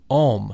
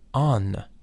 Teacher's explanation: instead of having the consonant M, it has the consonant N, An. In general, we can give to the mantram Fa Ra An all the intonation which resounds in all creation with the great Fa.